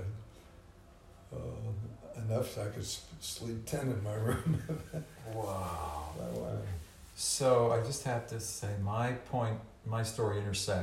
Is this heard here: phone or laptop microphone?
yes